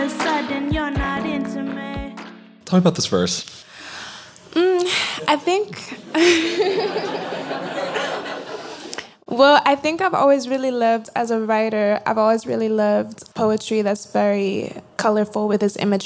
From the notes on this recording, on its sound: Live from Vulture Fest. At this year’s Vulture Fest live in Los Angeles.